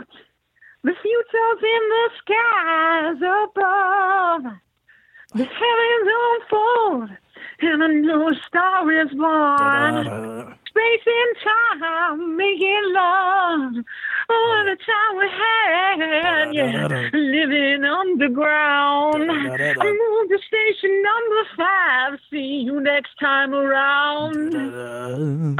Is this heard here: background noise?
no